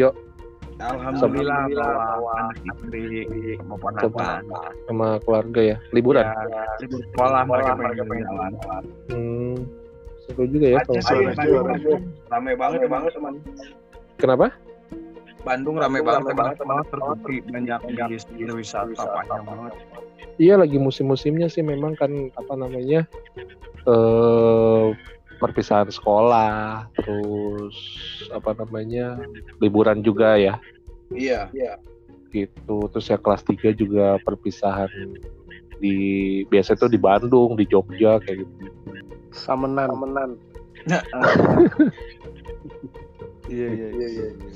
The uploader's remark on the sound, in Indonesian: karena kita ngobrol menggunakan handphone maaf kalau obrolan kami terputus-putus dan banyak feedbacknya.